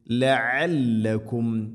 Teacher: അയിന് തൊണ്ടയുടെ മധ്യഭാഗമാണ് മഖ്റജ്